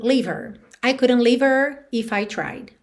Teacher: que esse H, que esse som h, h, não apareça. Porque ele é um som muito fraquinho. Então, mesmo que eu quisesse fazê-lo, leave her, percebe que ele fica bem sutil.